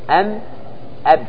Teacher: الميم اشتركت مع الباء في المخرج لأن كليهما يخرجان من شفتين